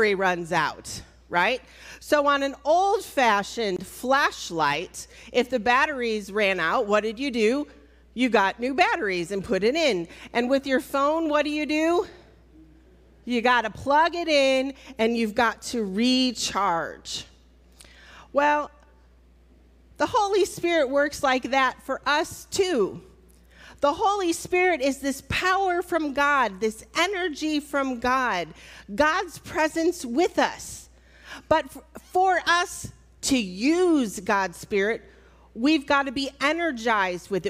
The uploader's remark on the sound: Recorded at Altamont First United Methodist Church.